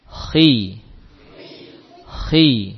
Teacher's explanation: huruf tebal pun saat di kasrah masih ada sifat tebalnya.